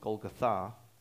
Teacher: The actual pronunciation puts the emphasis on the last syllable, Golgotha.